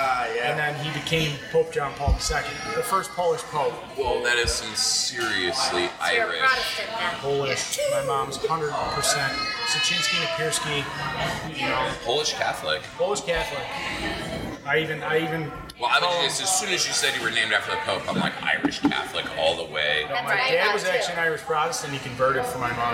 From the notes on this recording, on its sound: decided to stop and enjoy Lewiston, NY to hang out at Brickyard Brewing Company!